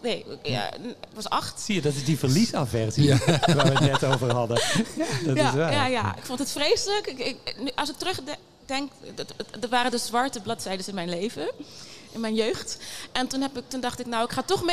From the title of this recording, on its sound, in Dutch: Live in de LocHal